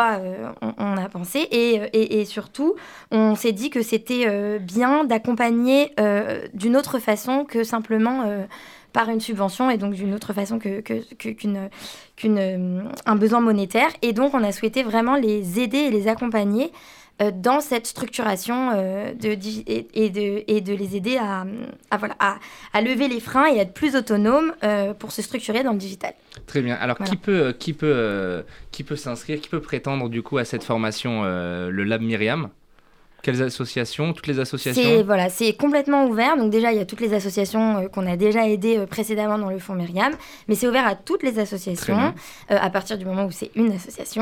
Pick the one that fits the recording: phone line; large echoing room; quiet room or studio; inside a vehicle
quiet room or studio